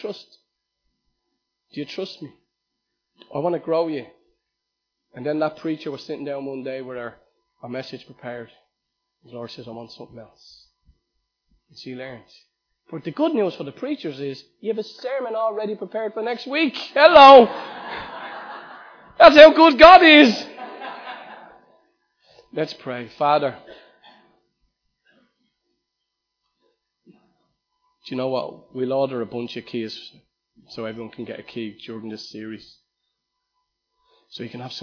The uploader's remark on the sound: Recorded live at Liberty Church